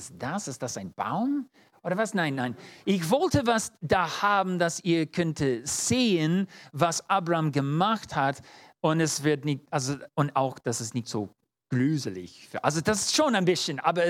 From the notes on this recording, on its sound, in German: 2022 in der Gemeinde Kaleo Schopfheim aufgenommen.